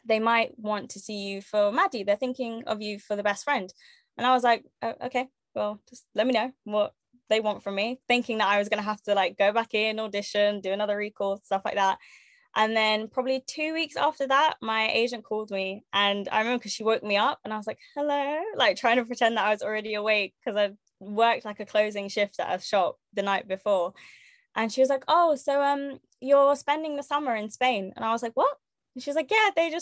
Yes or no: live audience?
no